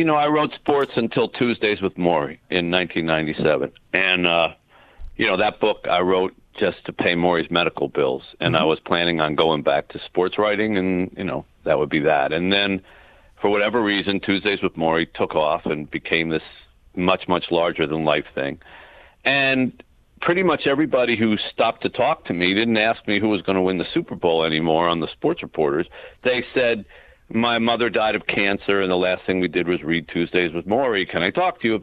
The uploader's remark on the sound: phones in to talk